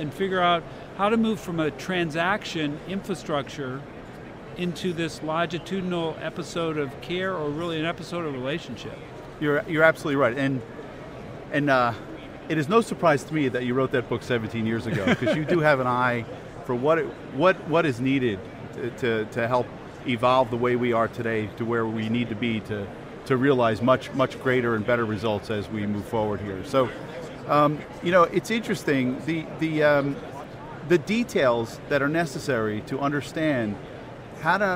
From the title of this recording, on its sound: LIVE From #HiMSS17